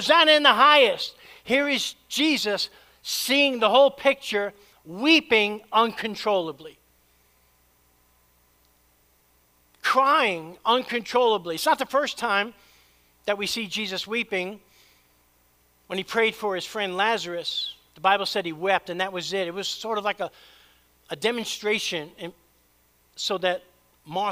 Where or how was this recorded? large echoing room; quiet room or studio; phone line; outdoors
large echoing room